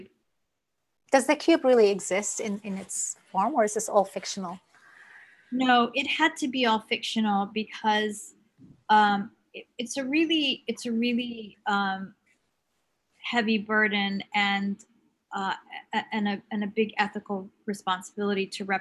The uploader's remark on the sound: The conversation in this episode was was recorded in October 2020 as part of a series of webinars presented by APAN, the Australian Palestinian Advocacy Network.